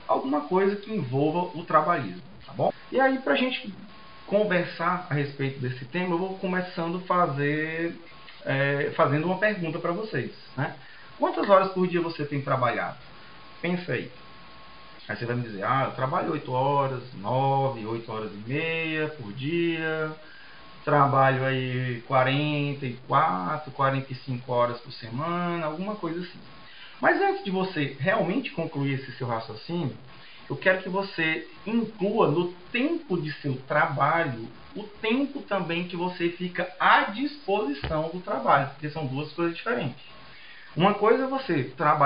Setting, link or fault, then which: fault, poor sound quality